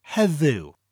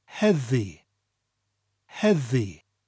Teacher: in conversation, a lot of people drop the W, so it becomes heddi. · Shown in: second take